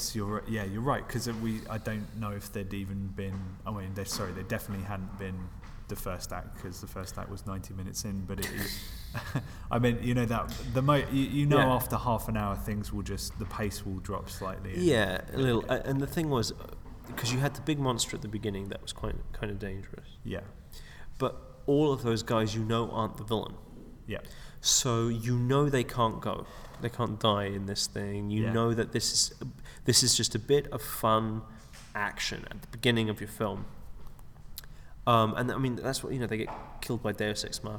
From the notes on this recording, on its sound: Recording at the McKee Story Seminar in London.